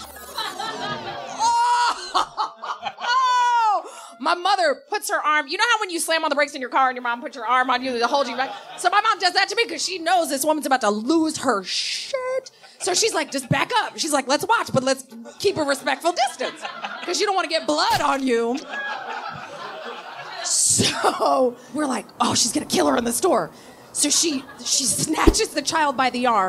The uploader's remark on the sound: At a live show in Brooklyn’s Union Hall.